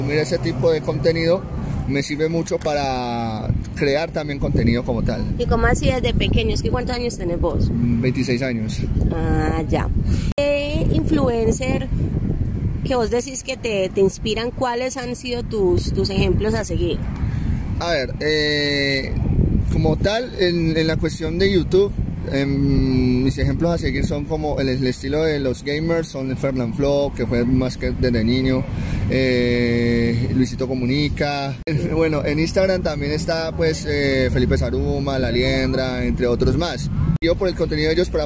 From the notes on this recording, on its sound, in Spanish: pido disculpas por unos cuantos ruiditos infiltrados y el sonido de la deliciosa brisa caleña que nos acompaño en este parche ya que la realizamos en el BOULEVARD DEL RIO.